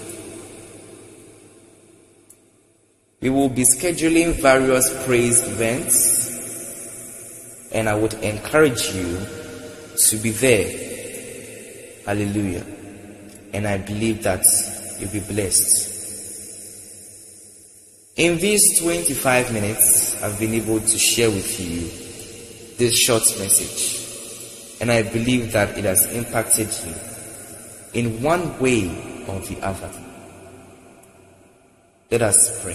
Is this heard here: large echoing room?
yes